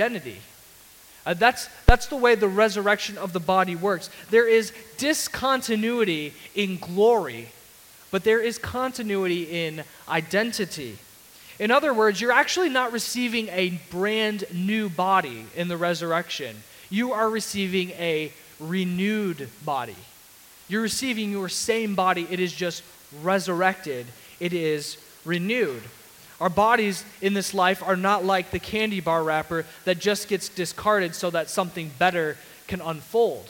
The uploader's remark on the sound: Sermon audio from CityGate Church